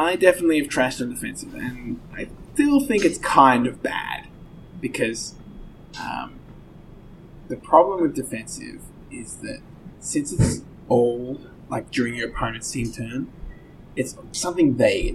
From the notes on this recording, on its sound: Unfortunately, the audio setup is not quite what I was aiming for this episode, with the house getting renovated the very echoey nature of the study has resulted in a bit of background noise.